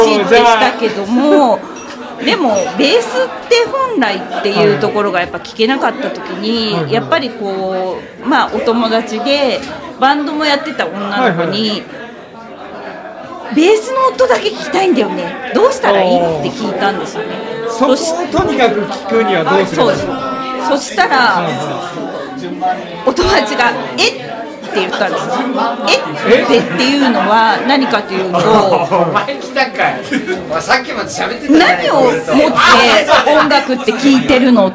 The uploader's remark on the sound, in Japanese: 東中野「雑談」さんにておこなわれた名盤ラジオ初のオフ会公開収録②！各メンバー、いつも以上にたいへん酔っ払っております。お店の雰囲気、臨場感も含めてお楽しみください。お酒を飲みながらダラダラと語っていく番組です。